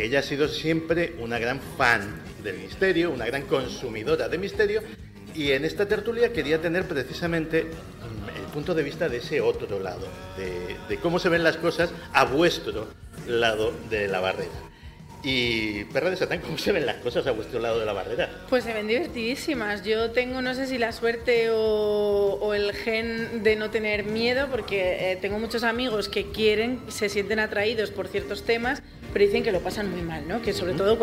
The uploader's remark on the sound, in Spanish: Primera tertulia DEX celebrada en el marco del festival ESTACIÓN PODCAST